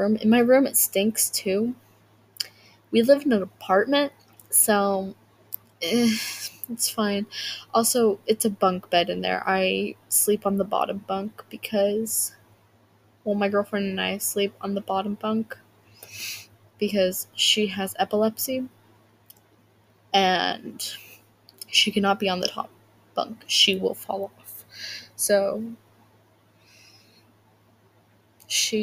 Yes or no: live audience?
no